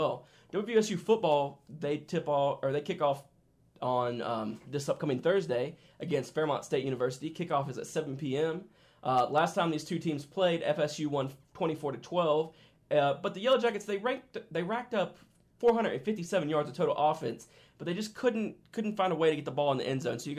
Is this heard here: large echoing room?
no